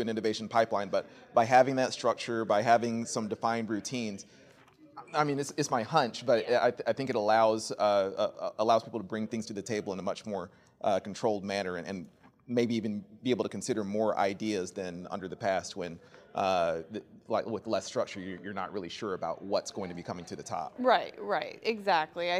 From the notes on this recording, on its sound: The interview was recorded at the 2023 Young Health Leader Summit, which is put on by the Advancement League.